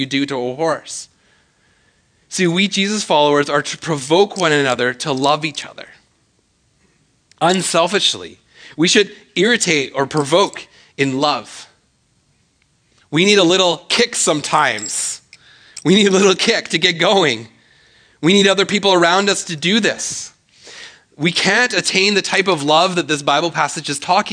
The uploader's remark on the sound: speaks at SouthRidge Fellowship, a Langley church.